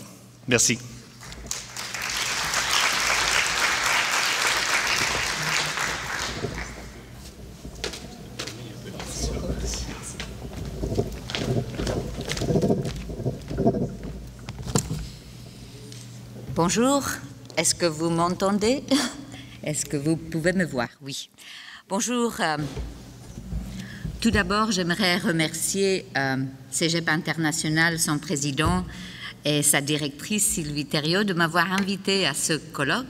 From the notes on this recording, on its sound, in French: Conférence 501 du colloque 2012 de l'AQPC, à Gatineau.